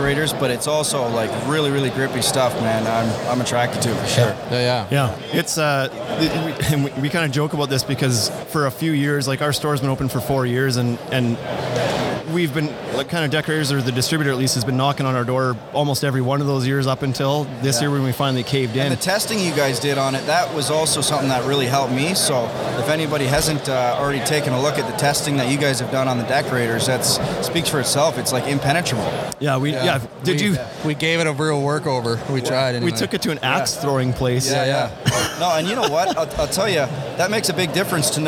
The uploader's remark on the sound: Live From Deck Expo 2019. Live from Louisville, Kentucky at Deck Expo 2019.